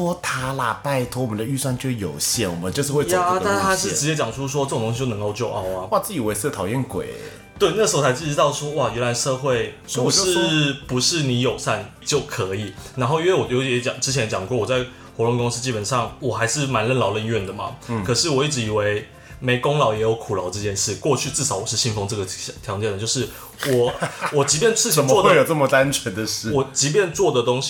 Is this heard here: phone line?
no